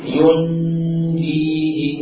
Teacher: Jim di tengah. Maka posisi lidah mendekati jim, mendekati makhraj jim, namun tidak sampai menyentuh langit-langit.